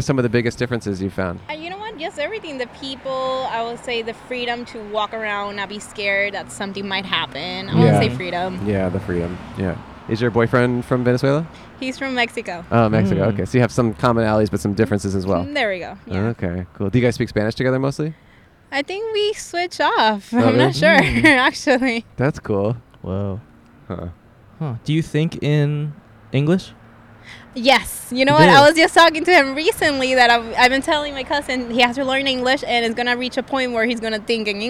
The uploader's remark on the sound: To this episode that we recorded at the Los Angeles Marathon! Recorded 3/19/23 on Hollywood Blvd in Los Angeles, CA.